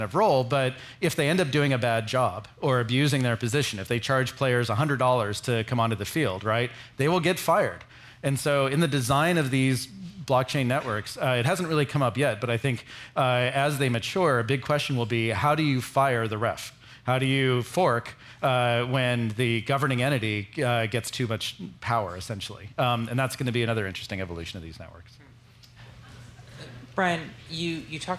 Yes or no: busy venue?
yes